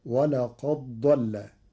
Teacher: بإدغام الدال في الضاد فتصير ولقد ضل للتقارب.